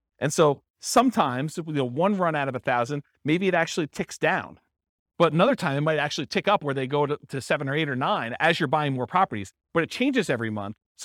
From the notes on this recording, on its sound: This was a live class recorded